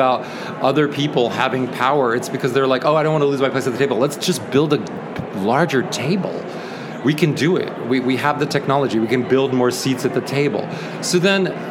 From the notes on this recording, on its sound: Live from the 25 ALA Interview. Live from the ALA exhibit floor in Washington DC.